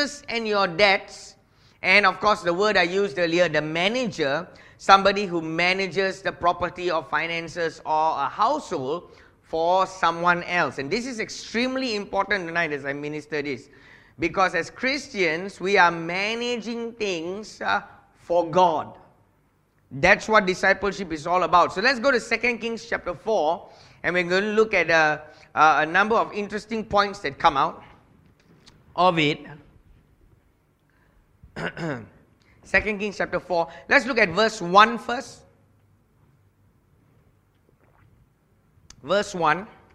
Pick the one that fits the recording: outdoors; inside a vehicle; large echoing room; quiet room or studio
large echoing room